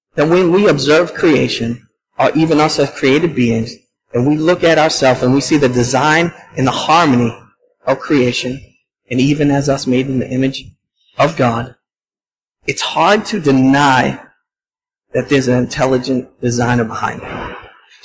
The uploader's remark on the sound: at Restoration Road Church in Wakefield, MA